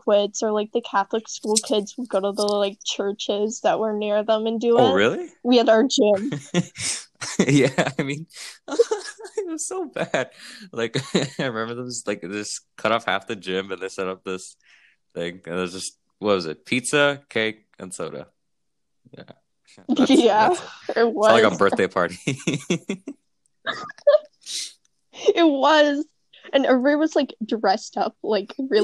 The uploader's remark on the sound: I tried something different for the mic so hopefully the audio is somewhat listenable.